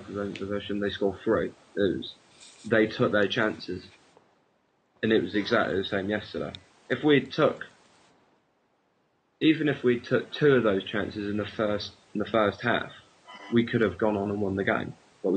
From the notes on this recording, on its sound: Sorry about the bad Audio for this pod